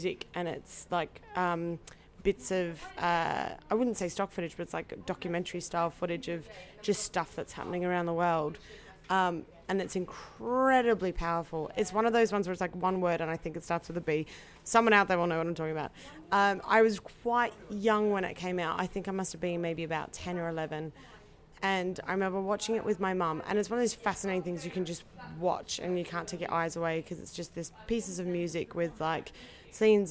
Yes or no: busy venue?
yes